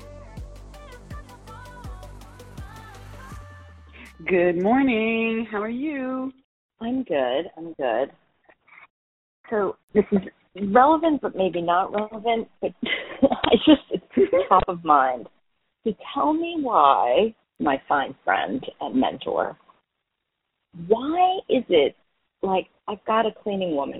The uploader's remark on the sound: Listen to this call with my client. All of these coaching calls have been recorded with permission, and the sound quality may vary.